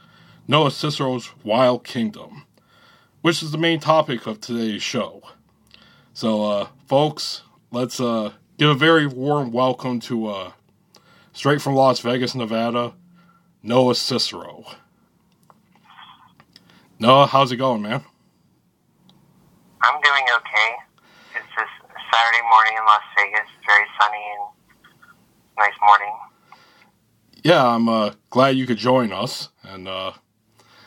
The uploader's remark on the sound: Recorded via phone. In Grand Rapids, Michigan and Las Vegas.